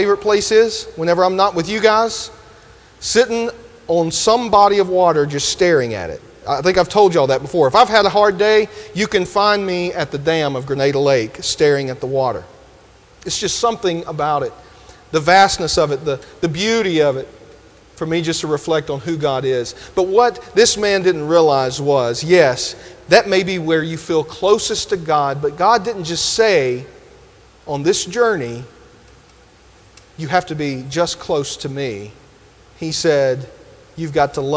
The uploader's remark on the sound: delivered this sermon at Grenada First UMC